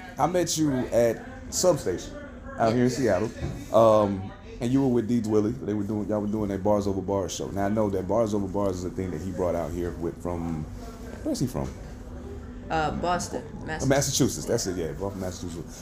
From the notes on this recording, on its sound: Coming live from High Dive in Seattle, WA.